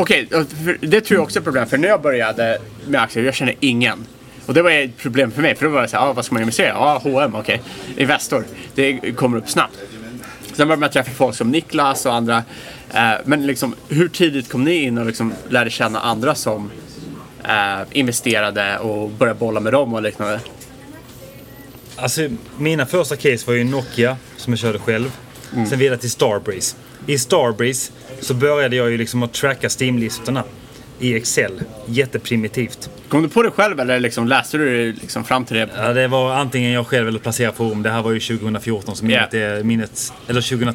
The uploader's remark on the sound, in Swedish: Podden reser till USA och spelar in live på stimmig svensk pub i Chicago.